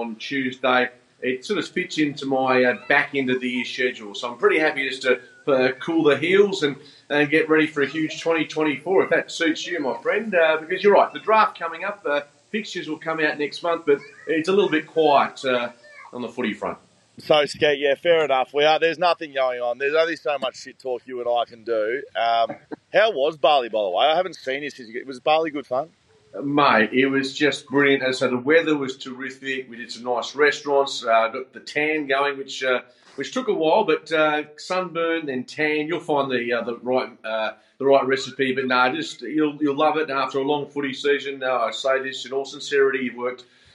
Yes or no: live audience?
no